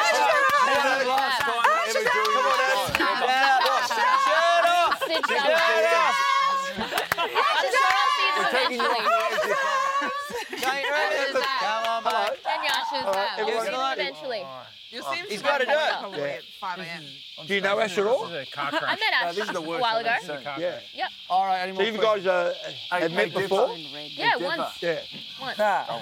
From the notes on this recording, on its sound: in front of a jungle studio audience